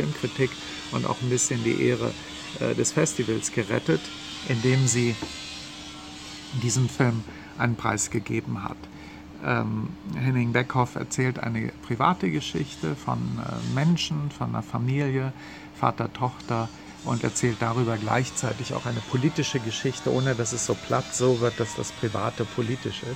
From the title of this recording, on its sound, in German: Live vom 40. Filmfest München